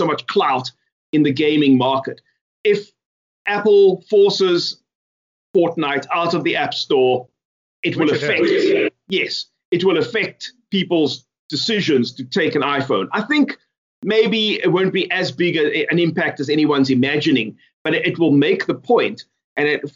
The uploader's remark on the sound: Recorded via Skype.